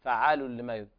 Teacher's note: والألف تمد مقدار حركتين